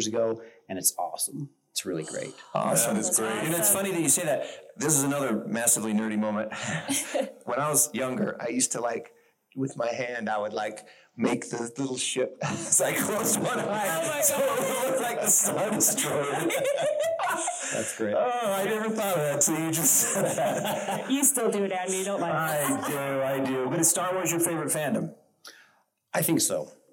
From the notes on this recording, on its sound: Recorded Live at FanX 2023, complete with sound issues and audience participation.